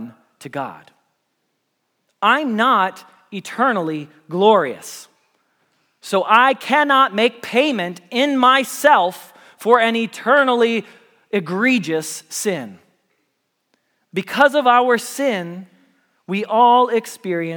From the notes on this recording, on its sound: Message Preached at Valley Creek Church